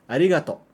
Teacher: Mas, muitas vezes, na hora de falar, principalmente casualmente, informalmente, a gente não estica tanto o to. A gente só fala arigato.